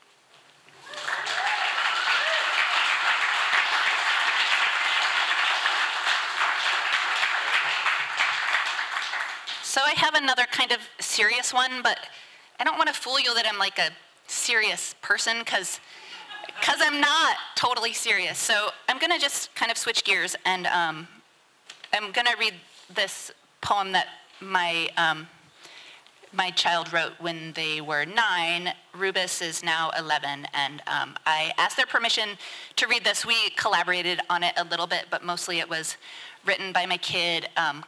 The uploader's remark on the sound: From the 2023 FisherPoets Gathering. This recording was made on Saturday, February 25th, 2023, at the Ten Fifteen Theater in Astoria, OR as part of the FisherPoetry Archive Project.